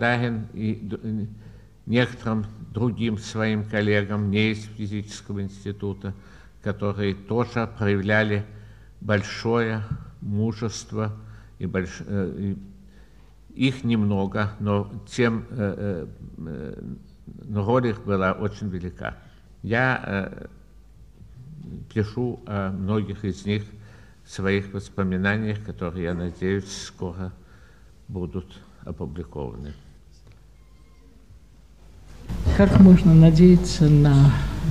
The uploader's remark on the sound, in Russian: Лионская лекция. Ответы на вопросы.